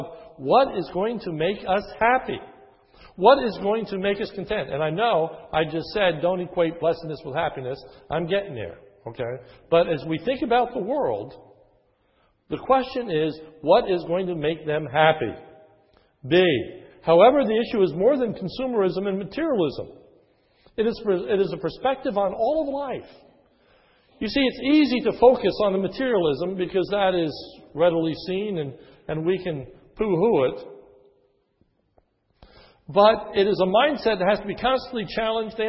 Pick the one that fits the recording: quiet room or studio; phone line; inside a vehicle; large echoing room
large echoing room